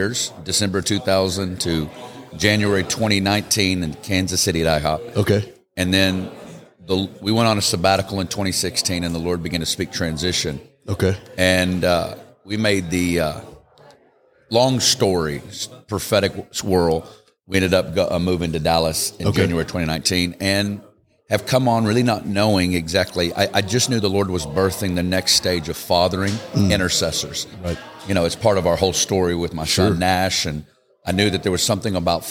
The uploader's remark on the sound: Live from Vegas. This podcast was recorded live at The Altar Conference in Las Vegas, NV.